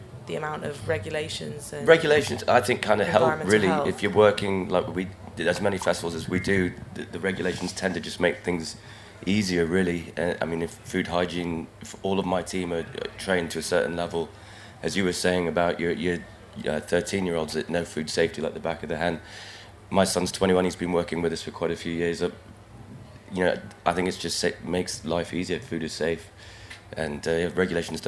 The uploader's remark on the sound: This week we’re at WOMAD with an edited version of a panel discussion. In the World of Words tent at the end of July with the four of the traders at this summer’s cornucopia of street food stalls.